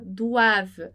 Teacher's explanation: Esse OI com som de UA, doivent.